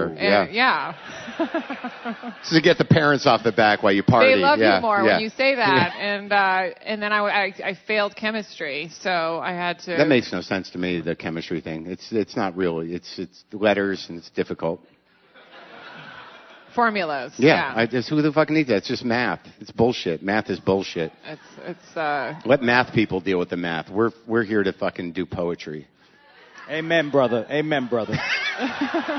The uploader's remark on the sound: Live from Vancouver